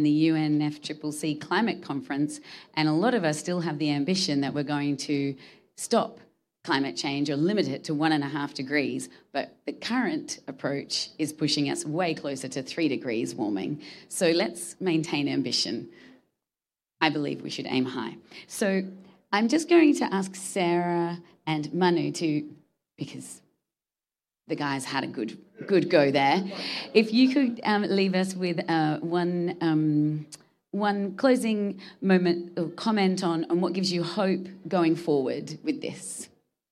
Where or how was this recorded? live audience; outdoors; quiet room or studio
live audience